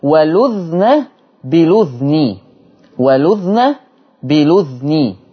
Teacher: والفرش اللي عندنا أنه بيسكن الذال